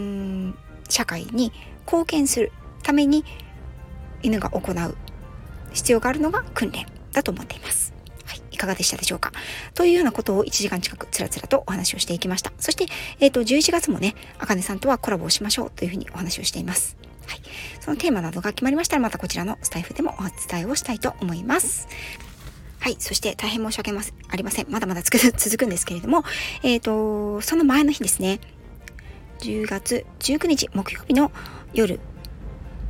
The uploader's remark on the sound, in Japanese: 訪問の仕事と仕事の合間の車の中から、 一発録りでお届けしております。